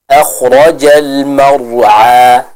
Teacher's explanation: Huruf Ain sendiri dia diucapkan dari tenggorokan bagian tengah.